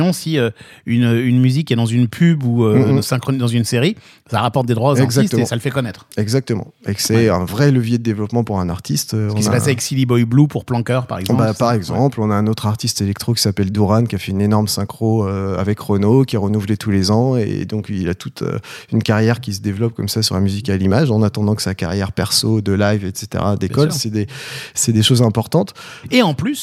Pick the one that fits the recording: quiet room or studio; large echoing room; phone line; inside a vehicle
quiet room or studio